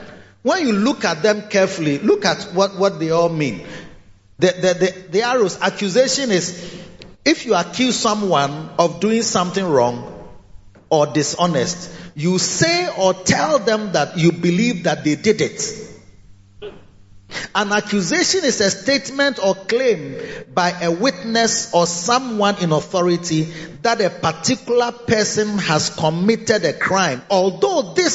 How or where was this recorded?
large echoing room